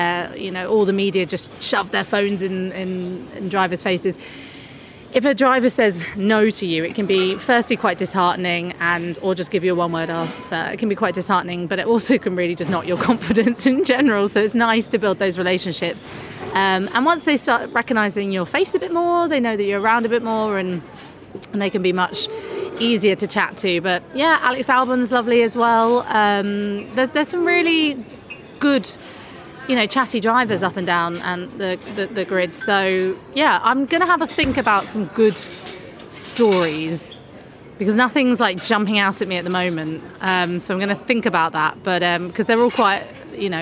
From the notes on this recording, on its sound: Recording this podcast in an airport restaurant. A podcast from Milan airport.